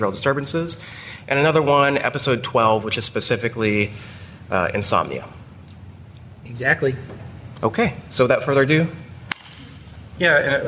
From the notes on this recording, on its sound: LIVE from CHEST 2019. During this live recording at CHEST.